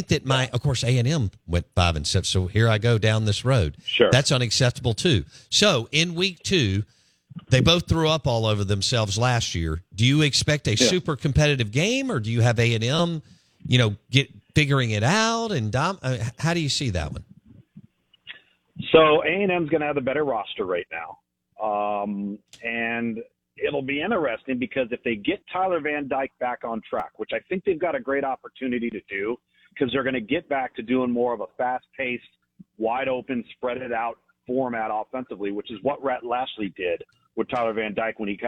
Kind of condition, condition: link, phone line